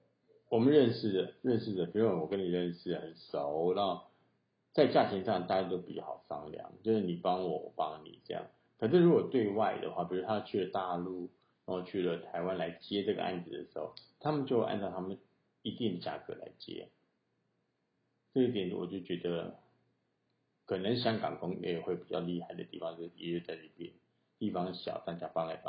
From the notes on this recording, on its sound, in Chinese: 這一集是在一個電影工作室裡錄製的，所以效果有一點差